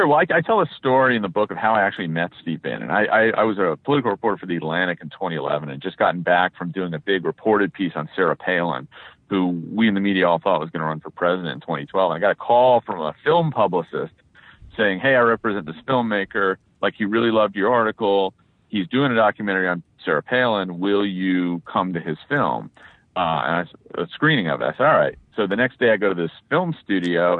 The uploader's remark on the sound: He was on a cell phone in a Washington D.C. Area garage, so the audio is mostly good.